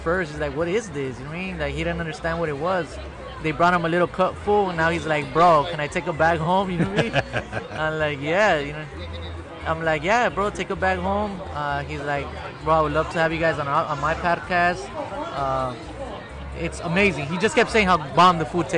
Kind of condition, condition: setting, outdoors